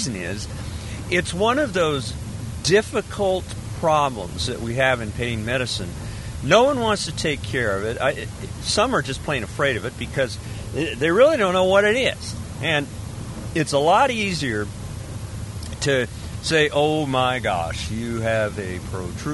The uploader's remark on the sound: Fibro Podcast From A Car. Driving back from a multispecialty conference.